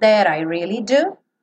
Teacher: That I, reduziu o T para rararã